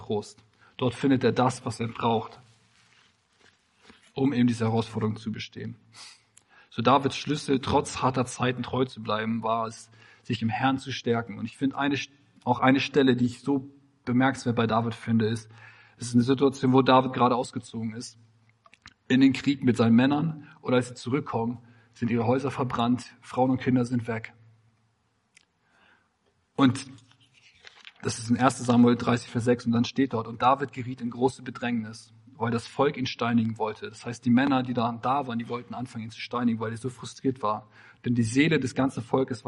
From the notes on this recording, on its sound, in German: Predigt im Rahmen des GreifBar+ Gottesdienstes